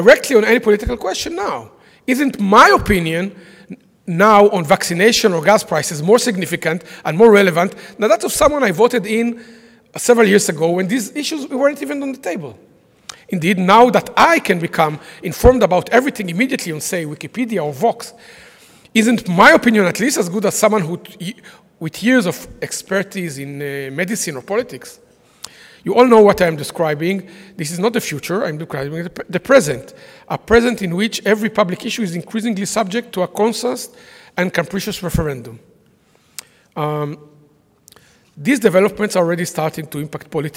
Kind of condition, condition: setting, live audience